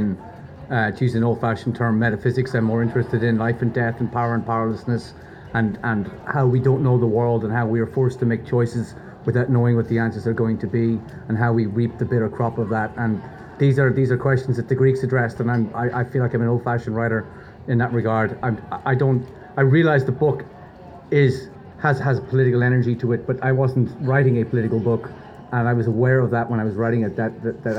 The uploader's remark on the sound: Live Reaction to the Booker Prize 2023 Winner. Recorded at the Booker Prize award ceremony on 26 November.